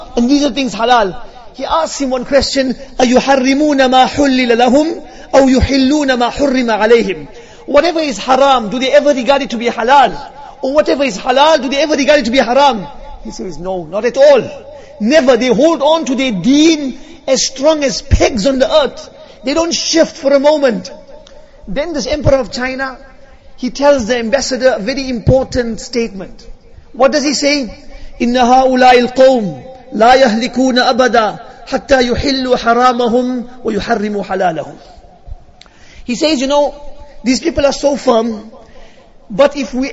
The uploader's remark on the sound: Jumuah lecture